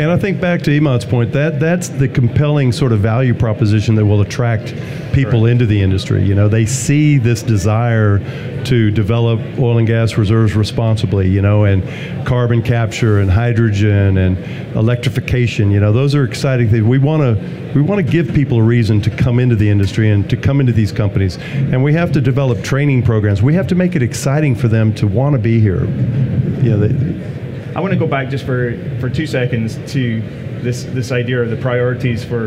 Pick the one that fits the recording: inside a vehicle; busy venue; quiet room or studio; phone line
busy venue